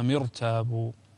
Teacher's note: هنا الراء ساكنة وقبلها مكسور لكن الكسر ليس أصليا لذلك تفخم الراء